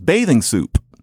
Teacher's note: for some reason there would be this rather extensive release of the P